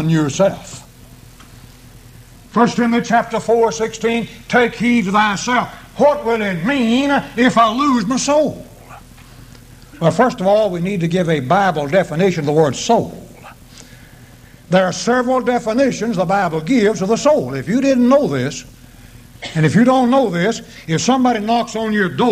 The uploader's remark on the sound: preached this sermon at the East Columbus church of Christ on April 11, 1993.